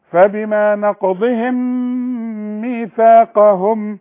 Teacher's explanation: الميم بدون تشكيل نقولها نص ميم ونغنها ونخفيها · الميم بدون تشكيل هتخش في الميم اللي بعدها، هتبقى ميم تخينه